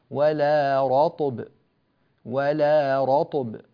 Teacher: ولا رطب ولا يابس، وإذا وقفنا ولا رطب ولا رطب هكذا، فتكون الطاء مقلقلة وتكون الباء أيضا مقلقلة